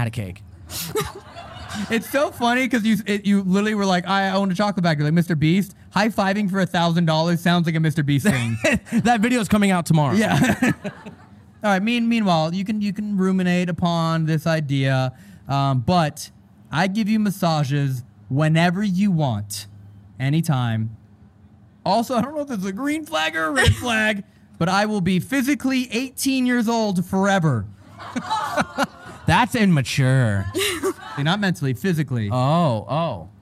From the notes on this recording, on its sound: This episode was filmed in front of a live audience at the haunted Buffalo Naval Park in Buffalo, New York on August 23, 2022.